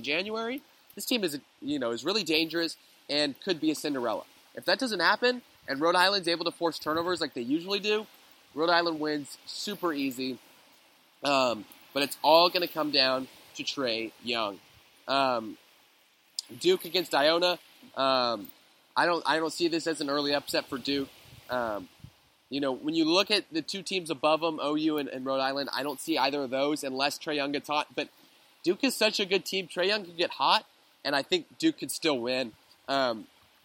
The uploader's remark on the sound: Going live from the beach in Boca Grande, Florida